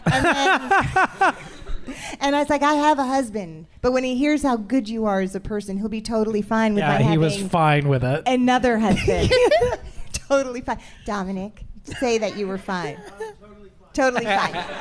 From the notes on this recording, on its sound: In front of an audience for a live podcast recording on stage at SubCulture in NYC.